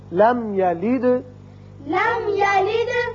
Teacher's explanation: دال ساکن ہے، صفت قلقلہ